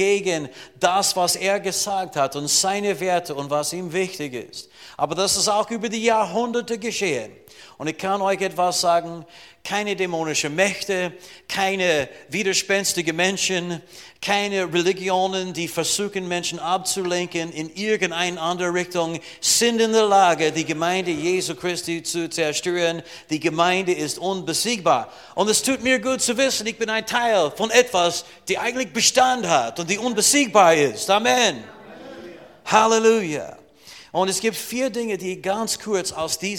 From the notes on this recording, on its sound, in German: Diese Botschaft wurde in der Freien Christengemeinde Rohrbach aufgenommen.